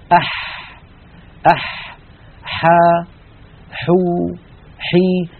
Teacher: لاحظوا البحة الموجودة في الحاء الفصيحة